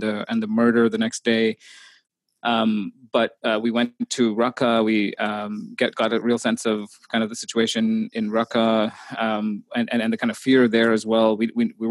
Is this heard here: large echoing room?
no